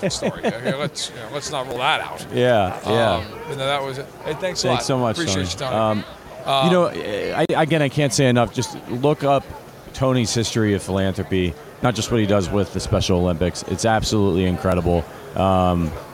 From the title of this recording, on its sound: Live from Super Bowl LVII